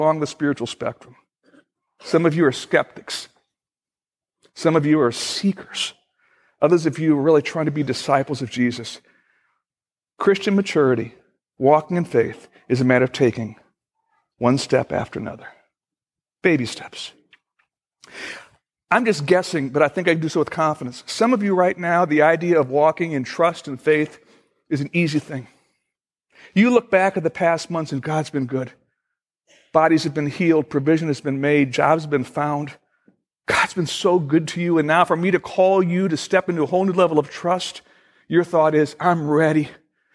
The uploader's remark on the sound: Originally recorded August 10, 2014, at Fellowship Missionary Church, Fort Wayne, IN.